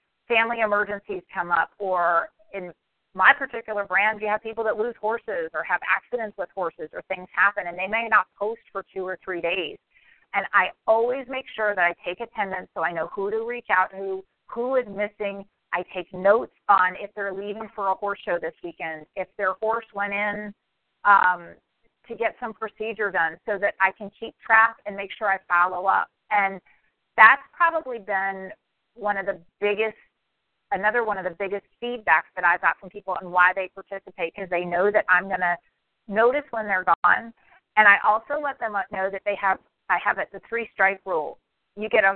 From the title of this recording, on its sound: Team Elite Conference Call